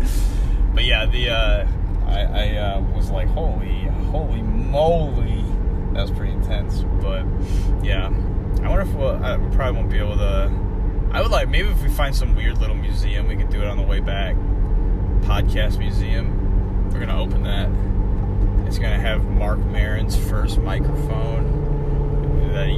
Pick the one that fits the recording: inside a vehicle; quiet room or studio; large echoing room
inside a vehicle